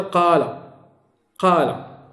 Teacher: المقصود بالقصر هنا هو مد الحرف حركتين، والمد خلاف القصر أي أكثر من حركتين، أكثر من حركتين، هذا اصطلاح عندهم. · Term: المد الطبيعي